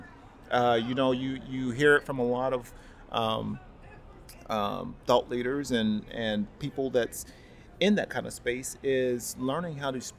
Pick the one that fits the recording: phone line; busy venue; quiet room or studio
busy venue